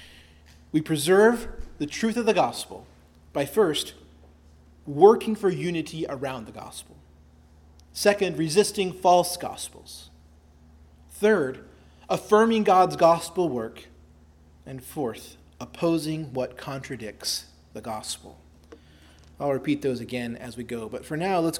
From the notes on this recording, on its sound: preached at Christ Our Savior Baptist Church on Sunday, July 16, 2023